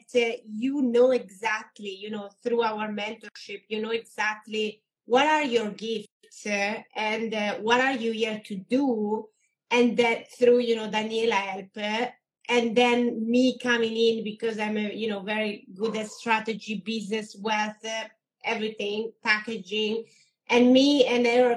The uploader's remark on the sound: This week’s episode is from an incredible Instagram live